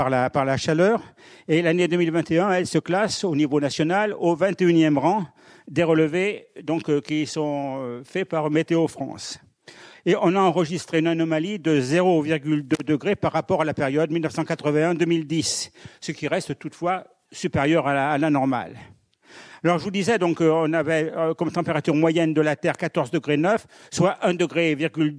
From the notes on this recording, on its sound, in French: Enregistré par RCF Charente le 12 octobre 2022 à l'Université du Temps Libre à Angoulême.